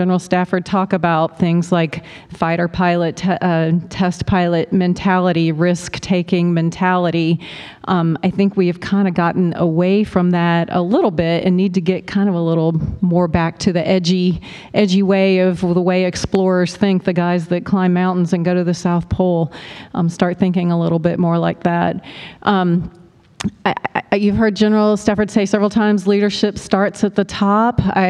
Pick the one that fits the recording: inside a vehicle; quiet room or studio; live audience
live audience